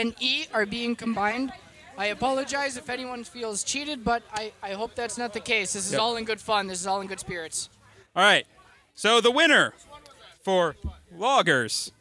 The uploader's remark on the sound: We broadcasted Live from the DeVine Liquors Homebrew Competition this year.